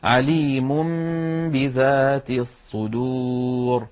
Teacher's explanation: لأن النون من طرف اللسان والباء من الشفتين، فإذا قلب النون التي هي لسانية وفيها غنة إلى حرف شفوي وفيه غنة وهو الميم، فنطق ميما من الشفتين ثم باء من الشفتين بإطباقة واحدة، كان هذا أسهل في النطق. · Term: الإقلاب